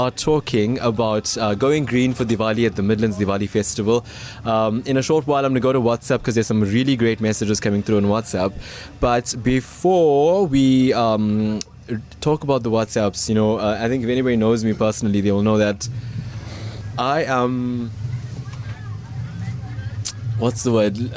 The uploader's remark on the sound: Live from the Midlands Diwali Festival.